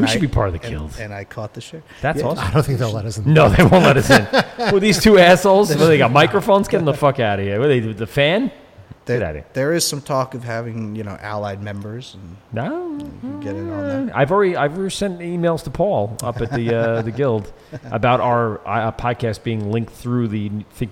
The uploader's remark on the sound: LIVE at Noble Savage Brewing Co